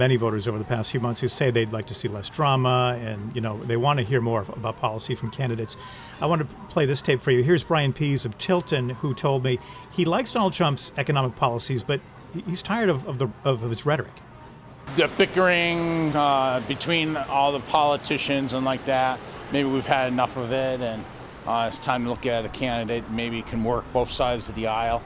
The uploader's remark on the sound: NH Primary updates live from the Tilt'n Diner. We hear from Lakes Region voters about their top issues ahead of the election.